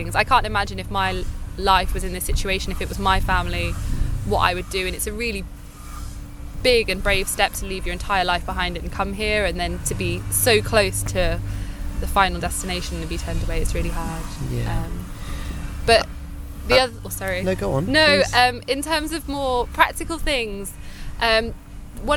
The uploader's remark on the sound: An audio diary from my time volunteering at the Jungle refugee camp in Calais.